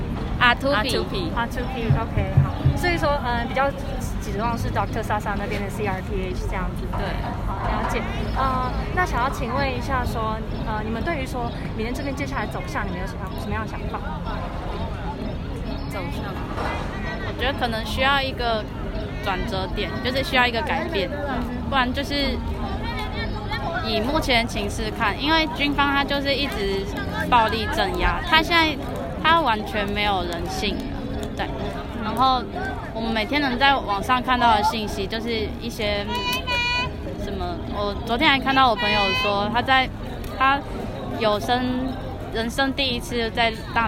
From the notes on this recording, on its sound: 台北中正紀念堂現場原音原聲重現. Live from the Myanmar demonstration in Taipei - unedited. 這是我們第一次嘗試現場原音採訪報導.